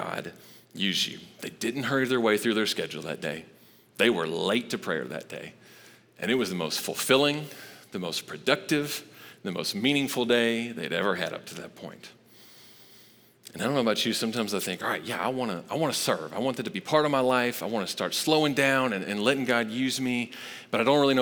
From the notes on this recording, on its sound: Recorded live at Long Hollow Church on November 1, 2022.